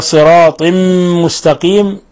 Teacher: قوله تعالى صراط مستقيم، طاء تنوين كسر عند الطاء التقى مع ميم ساكنة، أضغم النون الساكنة اللي هي التنوين في الميم، فصار عندنا إضغام بغنة صراط، ولاحظوا إطباق الشفتين إلى صراط مستقيم.